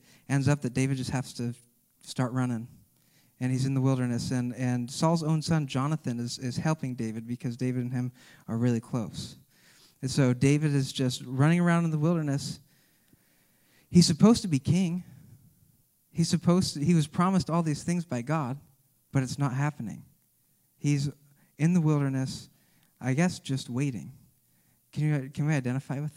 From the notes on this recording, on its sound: This message was recorded at a Sunday service on March 6, 2022